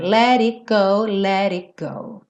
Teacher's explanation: Ou seja, não aparece o T do it. E o let fica rarara.